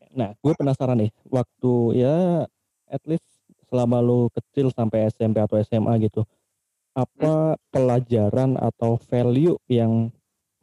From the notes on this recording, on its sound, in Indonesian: Mohon maaf atas ketidaknyamanan audio (sudah sebisa mungkin diselamatkan, tapi ini hasil paling maksimal).